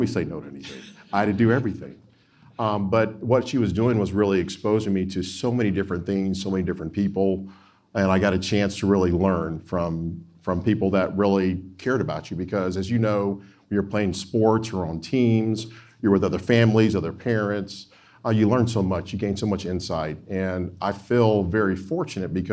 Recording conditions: live audience